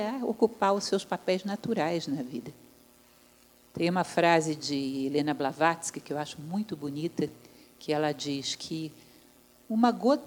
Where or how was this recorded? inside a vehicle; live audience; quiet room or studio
live audience